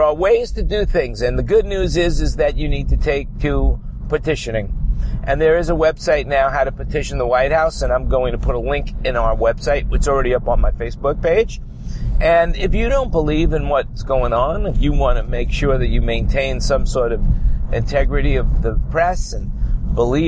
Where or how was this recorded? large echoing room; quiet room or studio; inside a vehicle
inside a vehicle